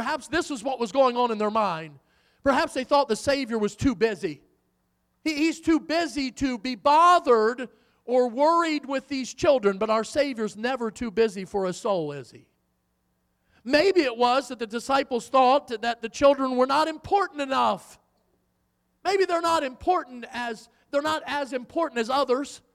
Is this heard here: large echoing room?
yes